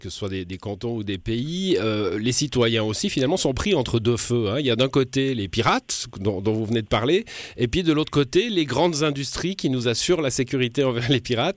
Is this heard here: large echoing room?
no